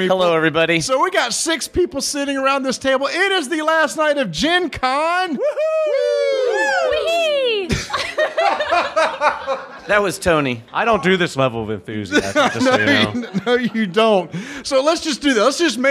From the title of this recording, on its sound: Gen Con Live!